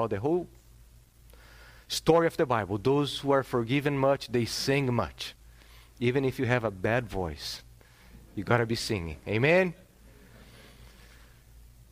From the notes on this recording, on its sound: This sermon was preached on September 4th, 2022 at Salem Reformed Baptist.